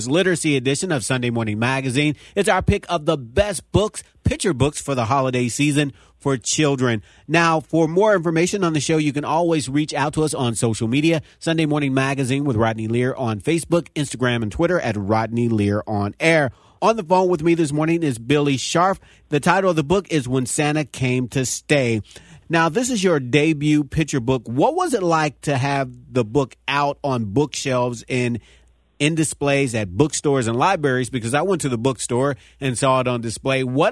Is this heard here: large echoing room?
no